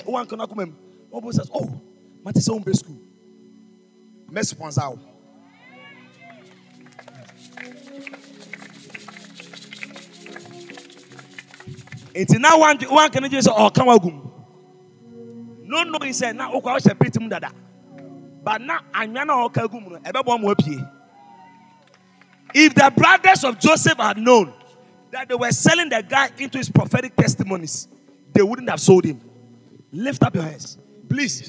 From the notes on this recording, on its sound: Preached at the Botanical Gardens